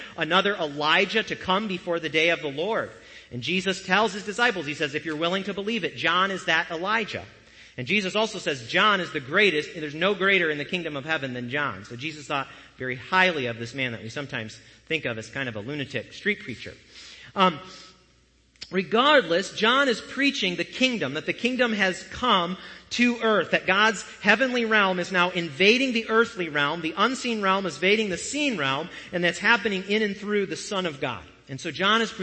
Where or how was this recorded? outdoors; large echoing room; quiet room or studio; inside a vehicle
large echoing room